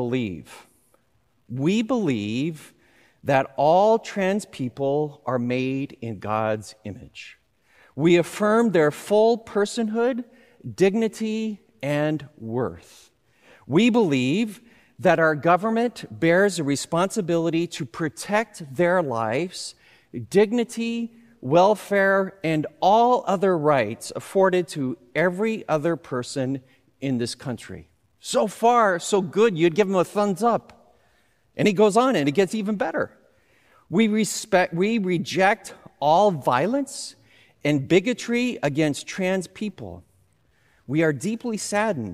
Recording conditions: live audience